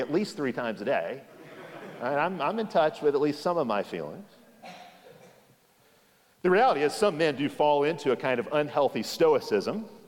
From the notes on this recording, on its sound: Session 4 of 4 from the Keep Austin Conference, 2022. Hosted by King's Cross Reformed Church in Austin, TX.